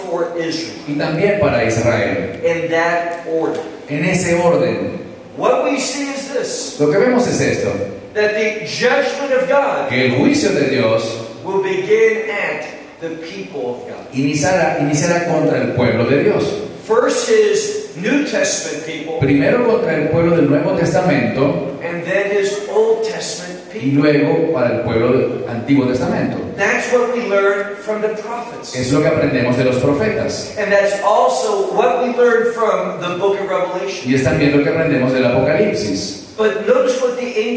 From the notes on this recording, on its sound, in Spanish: Pedimos disculpas por la calidad de sonido de esta conferencia en VIVO, lo cual fue una cuestión ajena a nuestro Ministerio.